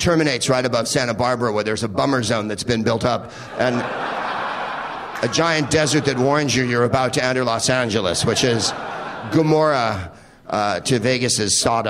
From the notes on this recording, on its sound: Live from the Upfront Theater in Bellingham